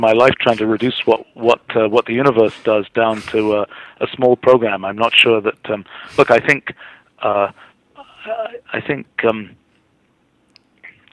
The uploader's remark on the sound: I was privileged to have an hour long phone interview.